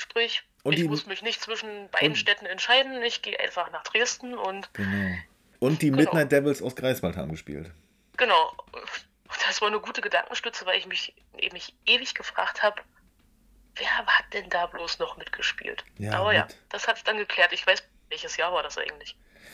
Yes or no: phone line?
yes